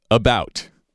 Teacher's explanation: So the accent, the stress is on the second syllable of that word.